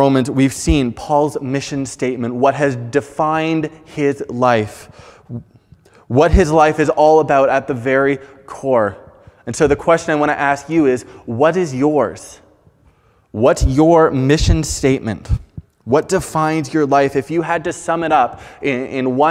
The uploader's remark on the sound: Preached on May 9, 2021 at Fellowship Bible Church